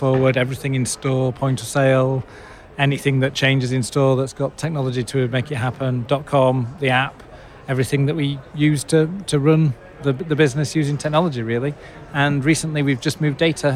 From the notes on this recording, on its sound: Recorded at Retail Week Live 2022. Recorded at Retail Week Live 2022.